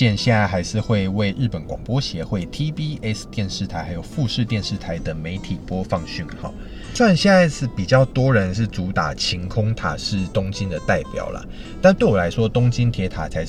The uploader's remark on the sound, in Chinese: 先為爛音質說抱歉！這集在車子裡錄的。